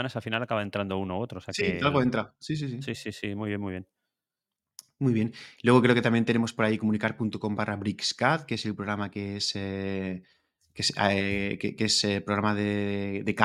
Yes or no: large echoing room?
no